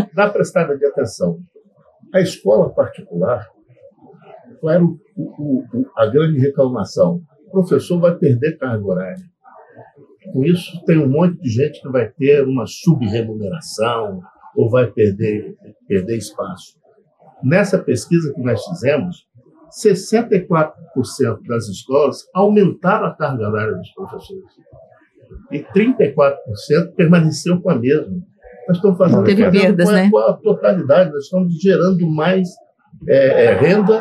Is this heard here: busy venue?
yes